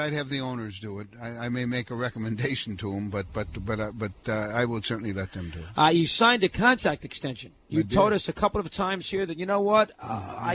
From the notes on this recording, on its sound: Broadcasting live from Yankee Stadium before the 2008 All-Star Game